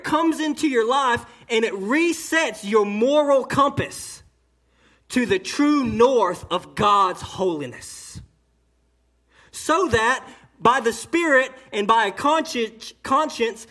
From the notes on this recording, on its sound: A sermon delivered on 5/27/18 during the 11am service to Cottondale Baptist Church in Eastman, GA